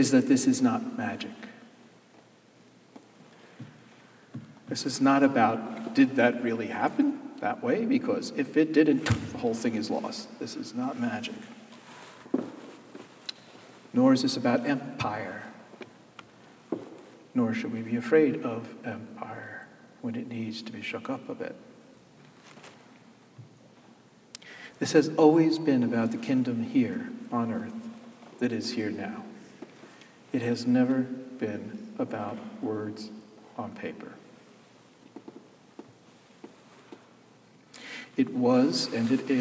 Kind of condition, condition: setting, large echoing room